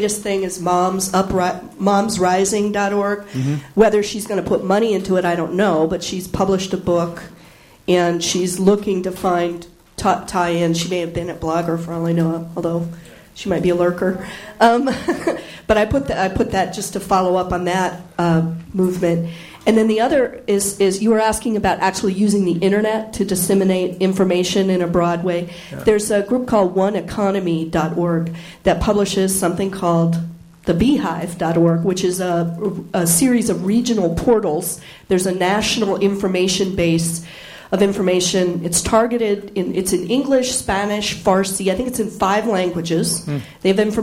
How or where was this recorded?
live audience